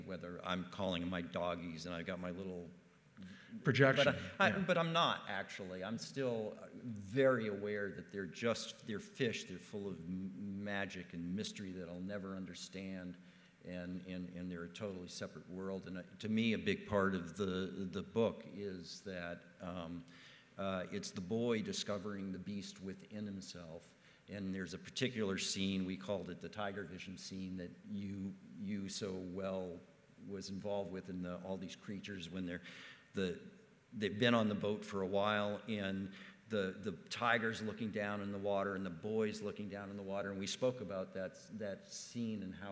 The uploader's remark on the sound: This week's episode of Box Office Culture was recorded LIVE in our Black Box auditorium.